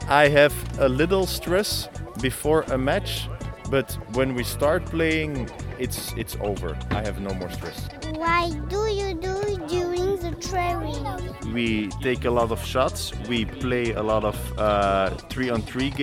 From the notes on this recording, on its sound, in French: les petits reporters de René Bureau Radio se sont rendus au festival de Basket 3x3 qui se tenait à Poitiers sur la place Leclerc.